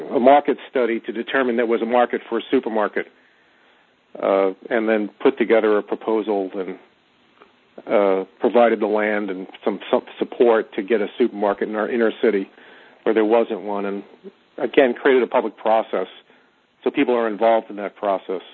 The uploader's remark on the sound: On this call recording. Call originally recorded on November 17, 2010.